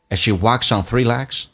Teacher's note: As she walks on 有一个连音，walks on 用 s 连